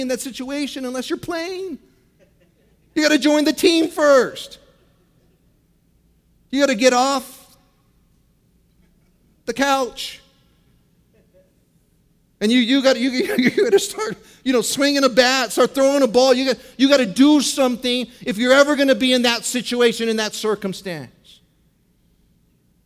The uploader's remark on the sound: from the 2015 Southwest Men's Conference, Straight Up